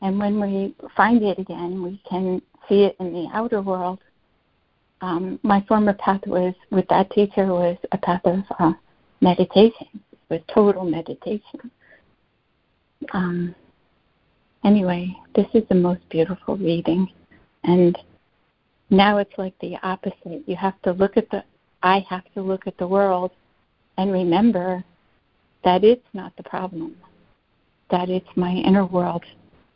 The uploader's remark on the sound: ACIM Daily Conference Call